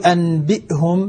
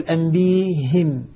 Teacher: أبدل الهمزة ياء وكسر الهاء لمجانسة الياء التي قبلها · Shown in: second take